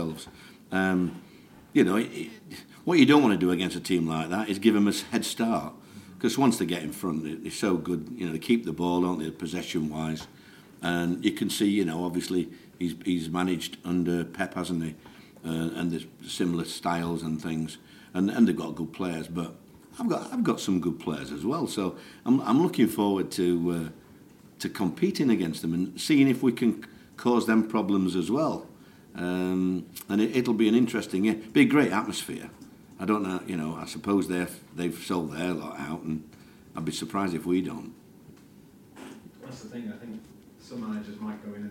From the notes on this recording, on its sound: speaks to the media in latest press conference at the Millers Oils High Performance Complex